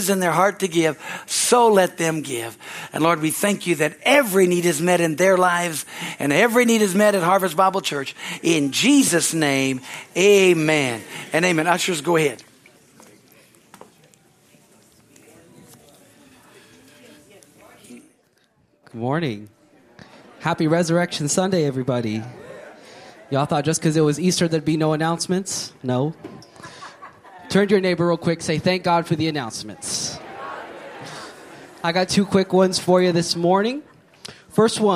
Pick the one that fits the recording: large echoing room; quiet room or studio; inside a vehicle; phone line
large echoing room